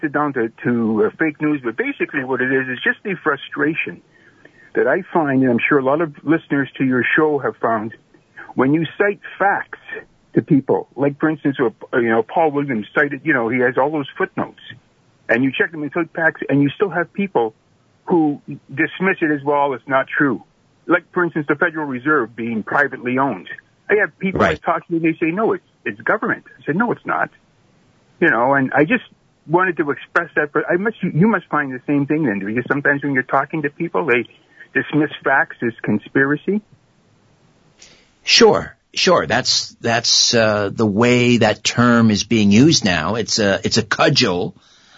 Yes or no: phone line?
yes